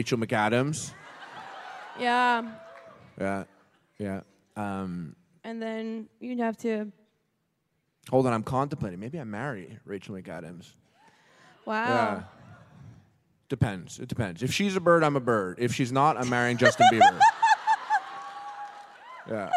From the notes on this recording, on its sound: At Just for Laughs. Our first live episode!